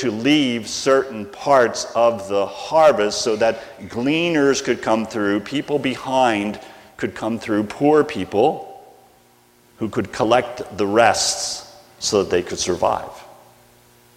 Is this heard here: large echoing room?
yes